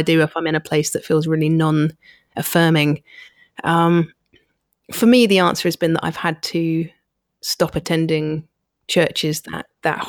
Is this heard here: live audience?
no